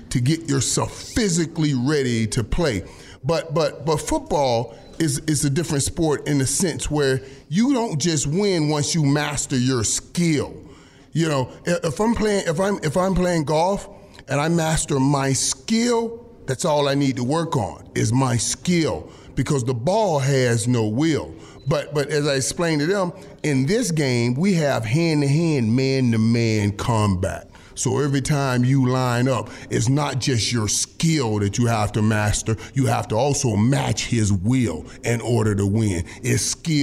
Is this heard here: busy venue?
yes